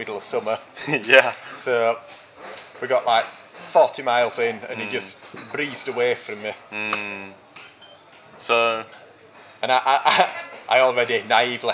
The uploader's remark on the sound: Apologies for any background cafe noise.